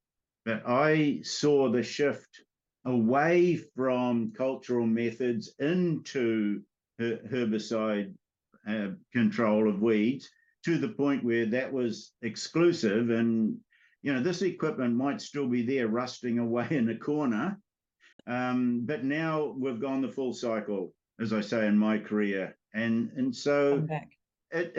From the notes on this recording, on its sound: Webinar recording by A Lighter Touch.